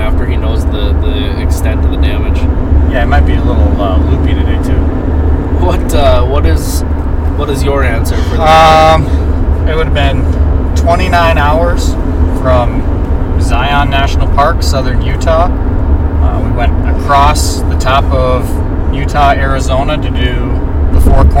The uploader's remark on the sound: In the truck on the adventure across North Dakota.